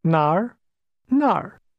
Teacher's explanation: Did you remember the falling, rising tone in the word where?